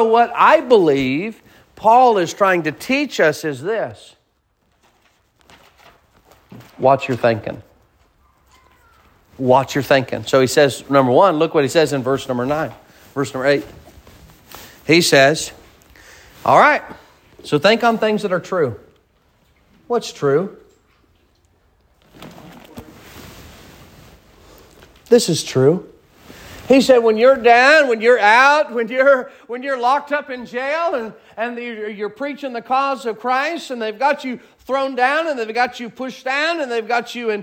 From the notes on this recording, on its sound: Sermon preached at Mid County Baptist Church